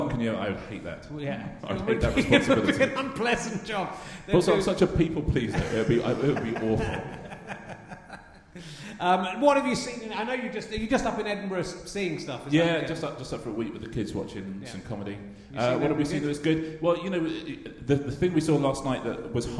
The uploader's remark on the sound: RHLSTP Ed Fringe. Played live in front of and then involving the audience. It's the only Edinburgh RHLSTP with one guest.